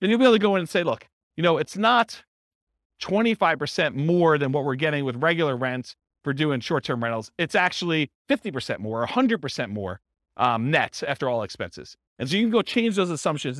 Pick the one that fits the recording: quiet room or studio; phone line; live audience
live audience